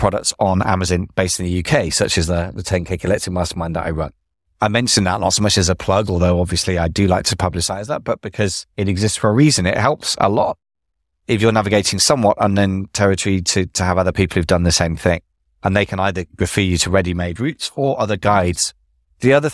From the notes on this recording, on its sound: Today I'm in the car driving